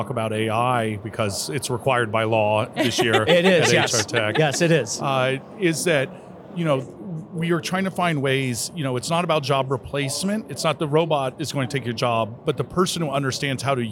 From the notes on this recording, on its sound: As we conclude our series live from the floor of the 2023 HR Technology Conference.